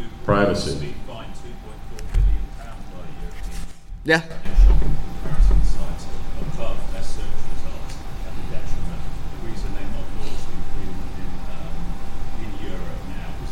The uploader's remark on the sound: Live in Dublin for TAtech Europe